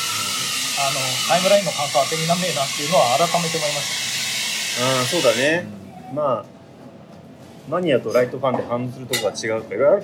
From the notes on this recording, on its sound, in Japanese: 11月末に札幌の喫茶店で収録した音声を配信します。